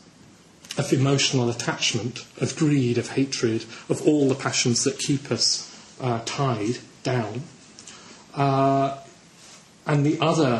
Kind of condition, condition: setting, large echoing room